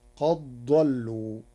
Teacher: قرأ ورش قد ضلوا بإدغام الدال في الضاد، فتصير قد ضلوا لقربهما مخرجا.